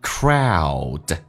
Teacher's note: 美式发音先发梅花音那个 a，最后定位成 u 这个发音